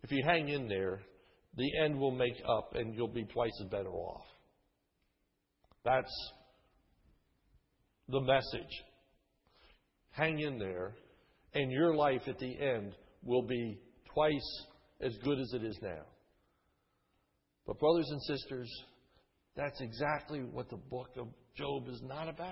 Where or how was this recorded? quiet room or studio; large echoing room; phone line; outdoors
large echoing room